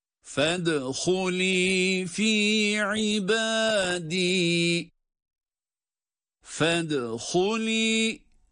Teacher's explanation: Fedhuli fed dal cezimli ve ince. Galgale harfi aynı zamanda.